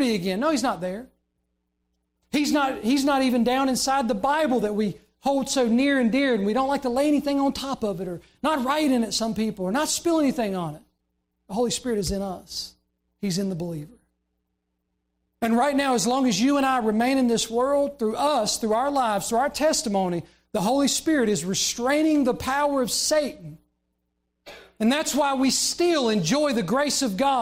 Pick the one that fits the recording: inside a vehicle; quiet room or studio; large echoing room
large echoing room